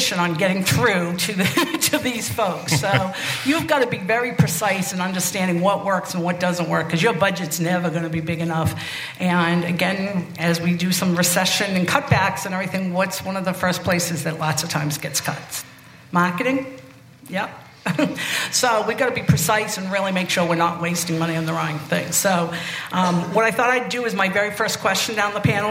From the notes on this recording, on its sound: At the 2022 Cyber Marketing Con, the CyberWire presented a CISO Q&A panel session. Additional bonus questions submitted by attendees.